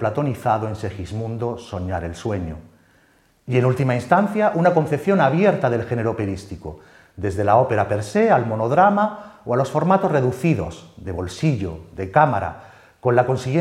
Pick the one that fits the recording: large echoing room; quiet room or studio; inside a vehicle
large echoing room